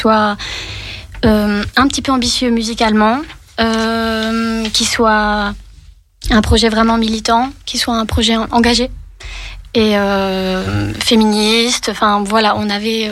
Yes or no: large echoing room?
no